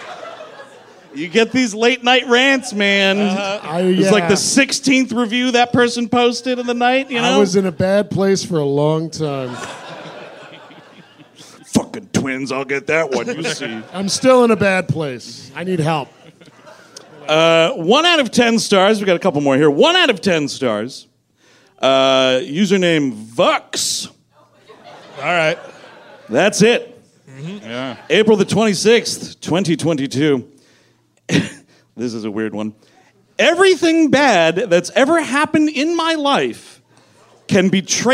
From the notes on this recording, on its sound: At the world-famous Hollywood Improv in Los Angeles, CA. The guys are live in Los Angeles. The guys wear flammable shirts live on stage!